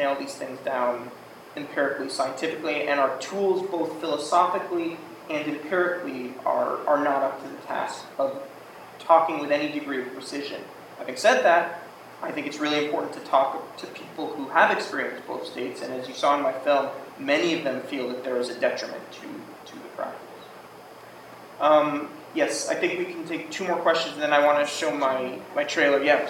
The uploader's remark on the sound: This is a recording of the Introduction and Q&A around the first screening of the Cut Tour. This screening took place in the Pasadena Public Library.